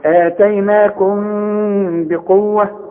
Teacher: انفراد في الشفايف وتعتمد على الخيشوم اللي هي المناخير في اخراج الغنه